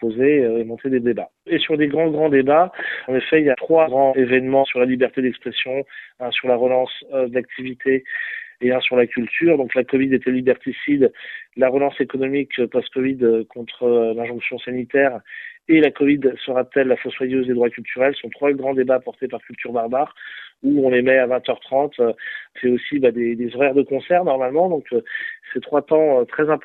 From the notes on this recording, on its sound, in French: nous avons joint par téléphone